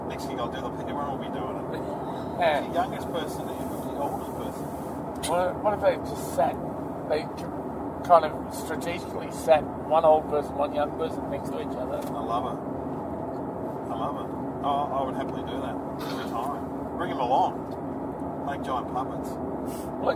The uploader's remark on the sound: In the back seat on the way home from a gig in Lorne. You'll have to excuse the audio quality. The Junkees use Audio Technica AT-BP40 microphones.